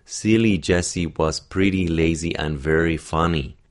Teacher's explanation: Of course, there is schwa, the sort of the unstressed vowel, and a sense of stress and unstress, but overall the sense is that there are kind of evenness in syllables. Almost all syllables are kind of equal in terms of how much time they take